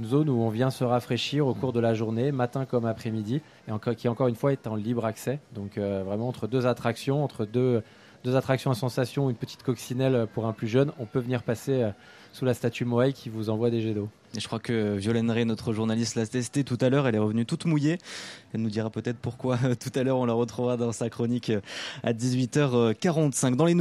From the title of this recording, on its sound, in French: En Direct de Walibi Rhône-Alpes